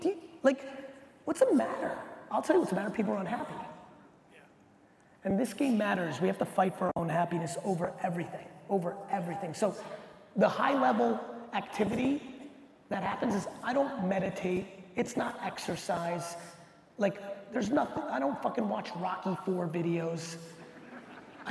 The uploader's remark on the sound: The Q&A portion of a talk I gave in Sydney, Australia for the Mindset Matters conference earlier this year. I answered questions from the audience.